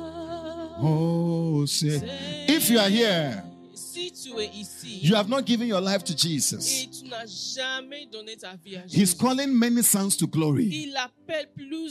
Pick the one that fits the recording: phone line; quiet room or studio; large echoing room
large echoing room